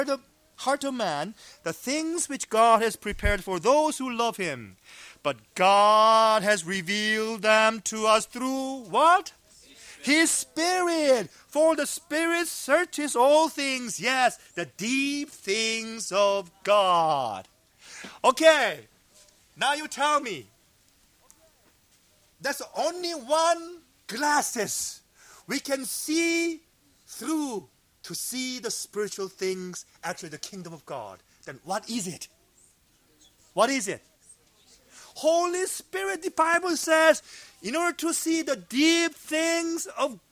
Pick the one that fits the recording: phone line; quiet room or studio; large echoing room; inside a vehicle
large echoing room